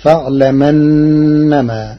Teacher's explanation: قرأ ورش كلمتي فاعلم أنما بنقل حركة الهمز إلى الساكن قبله تخفيفا، فتصير فاعلمنما.